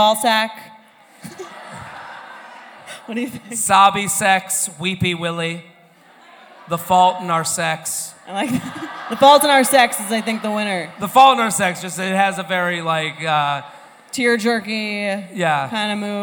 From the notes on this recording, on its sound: Take the show on the road for a very special bonus episode recorded live at Murmrr Theatre in Brooklyn.